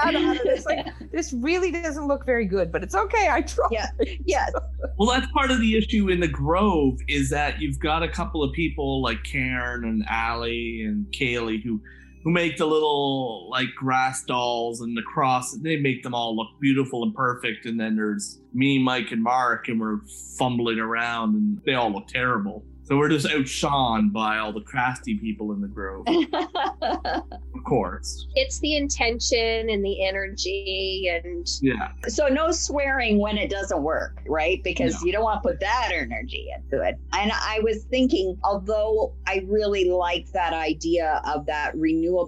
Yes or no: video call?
yes